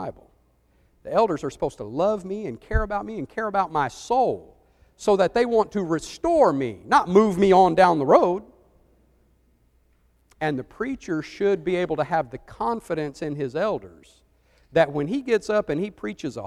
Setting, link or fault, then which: setting, large echoing room